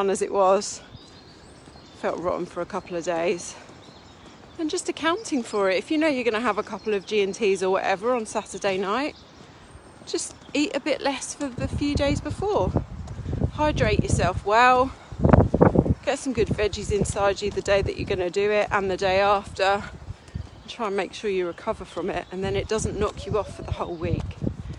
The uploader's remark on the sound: I recorded this episode out walking Henry so at some points you can hear a little bit of wind!